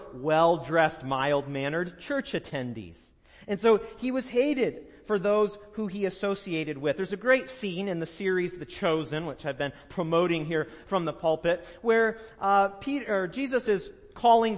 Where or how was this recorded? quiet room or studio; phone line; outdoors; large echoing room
large echoing room